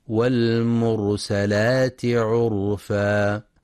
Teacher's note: ينتبه القارئ لفتح السين فلا يقرأ والمرسلات، وينتبه أيضا لتفخيم راء والمرسلات وعرفا، لأنها ساكنة وما قبلها مضموم، فحكمها التفخيم